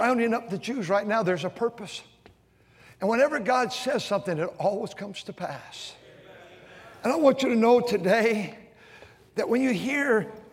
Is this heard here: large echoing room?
yes